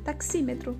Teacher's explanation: a palavra taxímetro, ela tem um pouquinho de força no tá, tem maior força no xi, e menos força no me e no tro